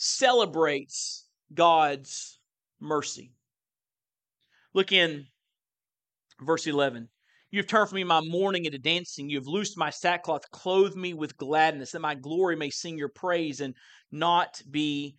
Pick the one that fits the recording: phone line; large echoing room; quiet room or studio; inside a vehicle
large echoing room